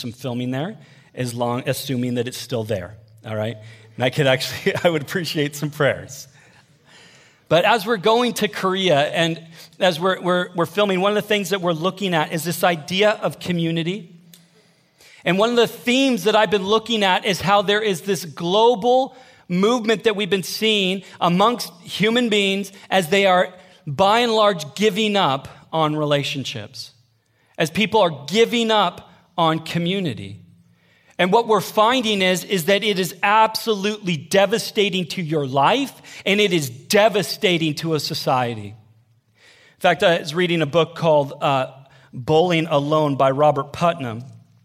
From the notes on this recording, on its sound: Sermon audio from Northview Young Adults.